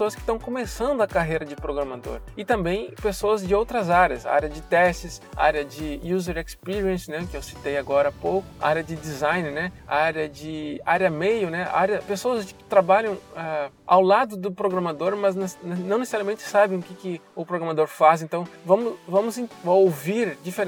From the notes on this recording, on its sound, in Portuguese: Esse podcast é gravado durante o meu deslocamento no trânsito do Recife, dentro do carro enquanto dirijo por aqui.